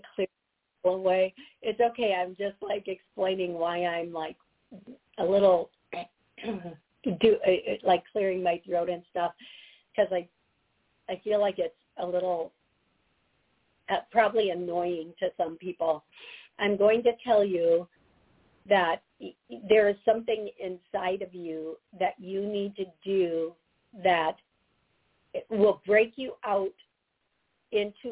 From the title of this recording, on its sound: Live Call